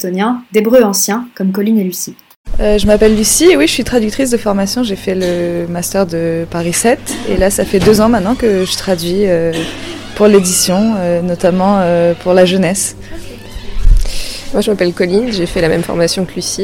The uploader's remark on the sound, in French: L'association ATLAS organisait les 40èmes Assises de la traduction littéraire. J'ai été bénévole à ce festival, et c'était l'occasion d'interroger des intervenants et des membres du public.